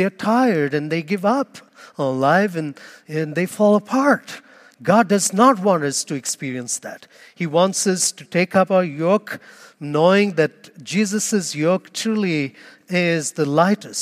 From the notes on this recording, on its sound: Homily Audio